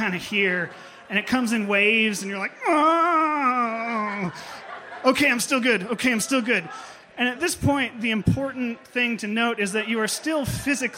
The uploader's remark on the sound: Impromptu Raconteurs. Audience members step up to the stage to share their stories.